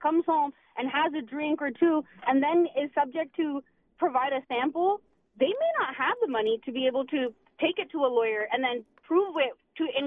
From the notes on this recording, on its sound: I take calls